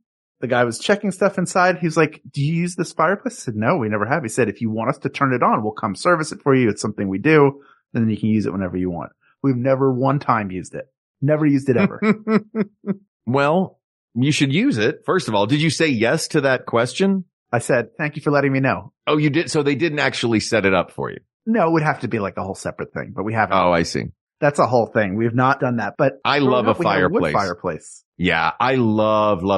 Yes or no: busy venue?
no